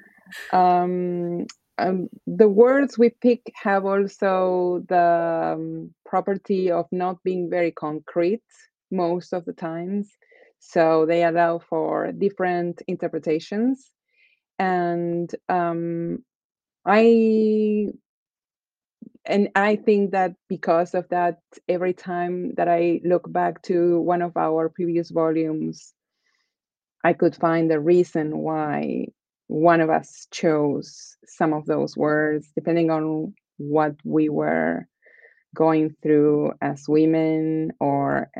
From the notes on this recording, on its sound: For this global recording. Join us from Argentina and Finland.